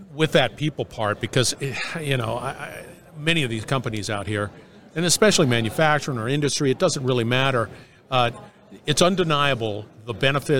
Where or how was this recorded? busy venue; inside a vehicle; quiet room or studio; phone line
busy venue